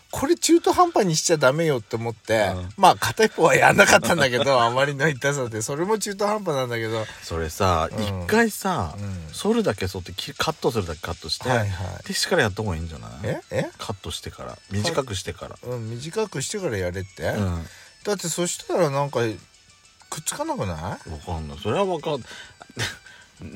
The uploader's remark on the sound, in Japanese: パーキング収録